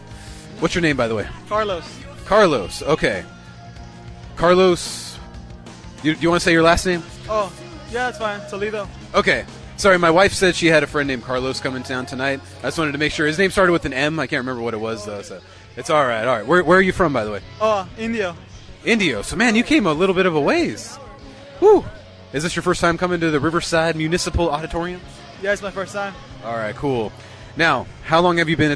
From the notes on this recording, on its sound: Recorded outside. We interviewed excited and passionate fans of these bands.